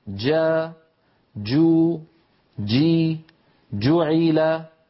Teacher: أما الجيم فنرى مخرجها أمامنا من وسط اللسان كما نرى ومن وسط الحنك الأعلى هكذا كما نرى في الصورة، ولاحظوا بارك الله فيكم بأن المخرج مقفول تماما. · كل جيم مهما كان وضعها فلا بد أن يكون مخرجها مقفولا ثم بعد ذلك يبتعد هذان الجزءان